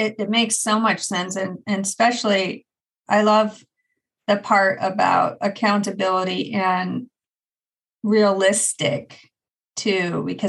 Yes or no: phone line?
no